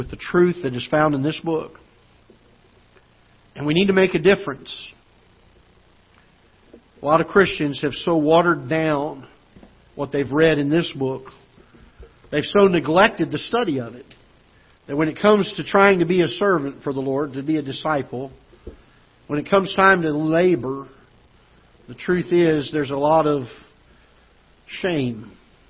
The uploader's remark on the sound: Ketha Heights Baptist Church ~ Live Broadcast